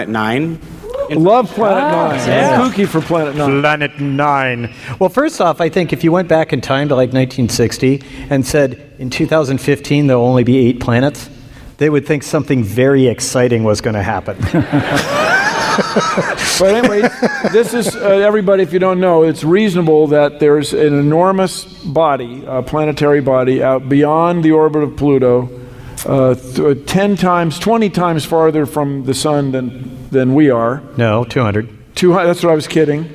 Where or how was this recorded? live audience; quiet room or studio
live audience